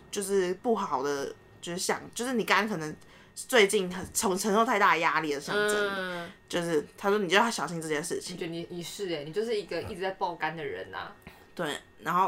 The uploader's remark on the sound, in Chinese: 由於在同一個空間錄音，迴音有點大，敬請見諒